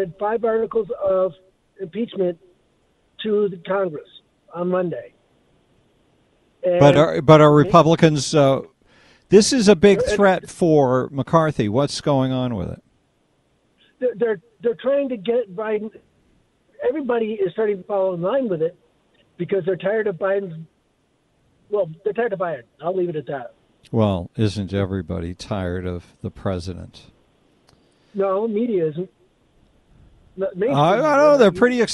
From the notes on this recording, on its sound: take phone calls